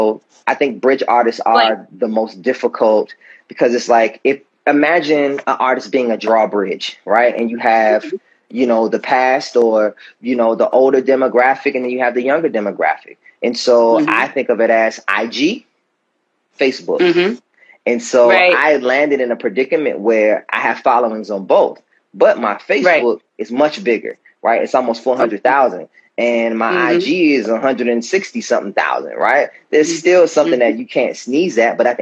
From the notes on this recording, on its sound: a special Instagram Live #WFH edition